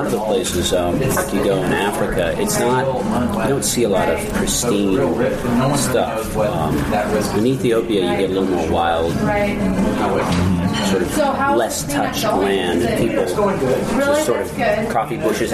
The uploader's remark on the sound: Dork Expedition to Atlas Coffee, Seattle. It might be loud, but it’s awesome. Because of the guerilla nature of the taping, there is background noise. It should be able to be done better with other equipment. Try to hear the waitress’s political opinion in the background.